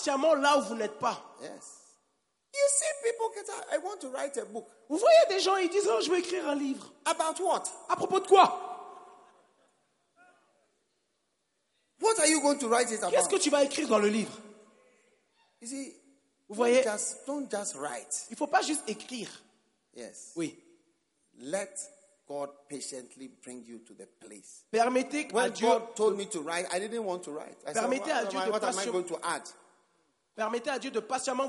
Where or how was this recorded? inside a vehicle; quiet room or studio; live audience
live audience